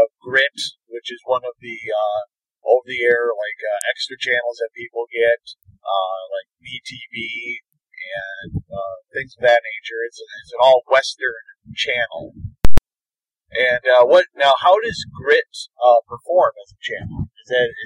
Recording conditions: poor sound quality